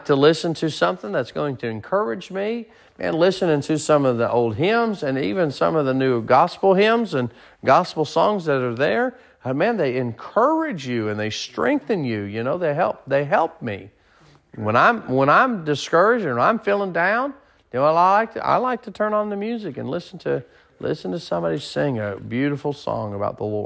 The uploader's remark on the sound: Sermon preached at Mid County Baptist Church